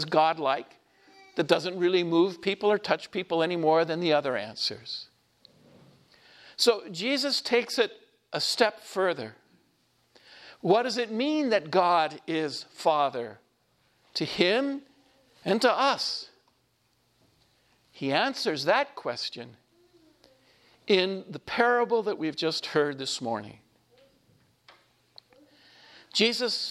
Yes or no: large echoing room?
yes